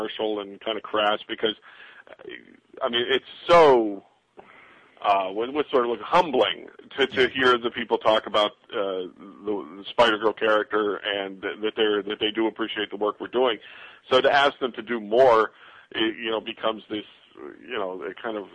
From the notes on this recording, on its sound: With Live Callers. We take live callers from around the world.